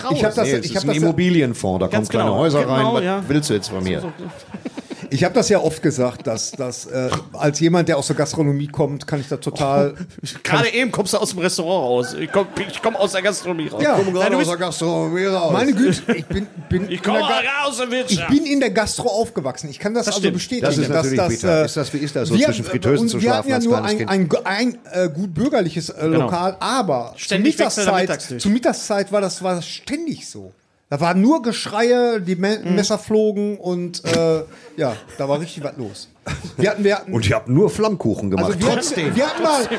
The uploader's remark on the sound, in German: Live auf der Reeperbahn.